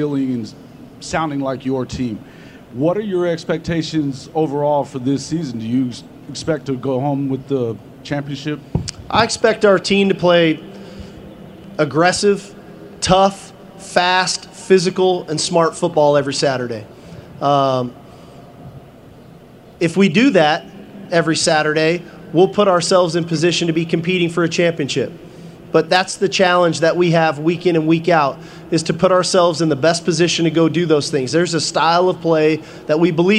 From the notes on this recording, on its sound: press conference at Big 12 Football Media Days